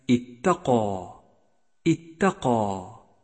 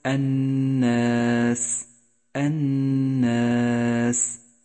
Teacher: جاء حرف الألف مفخما في كلمة اتقى اتقى، لأنه سبق بحرف مفخم والألف تتبع ما قبلها في التفخيم والترقيق، بينما جاء حرف الألف مرققا في كلمة الناس الناس، لأنه سبق بحرف مرقق.